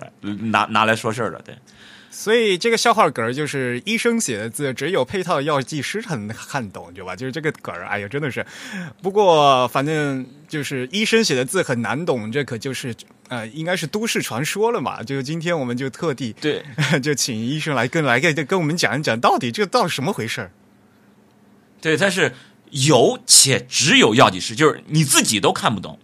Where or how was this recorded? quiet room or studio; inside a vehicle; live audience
quiet room or studio